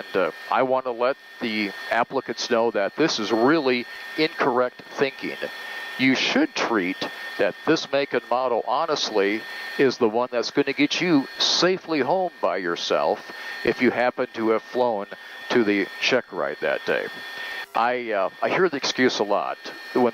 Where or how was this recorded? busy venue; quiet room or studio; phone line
busy venue